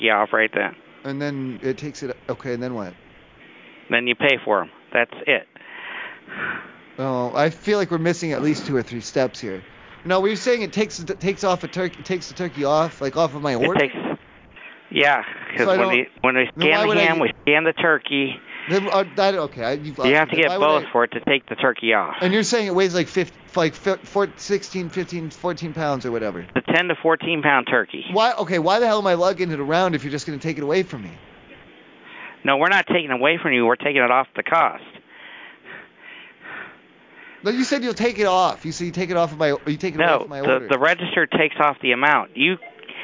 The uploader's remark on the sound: the live calls never stop!